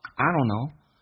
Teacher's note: 有一个弱化现象，两个双元音 o 只用发后面一个 o 就行了，前面的双元音发单元音发 e 变成 don't know.